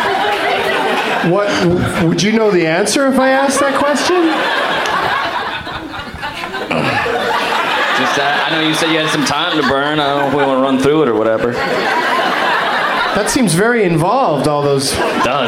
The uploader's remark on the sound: Live from Cap City Comedy Club in Austin, TX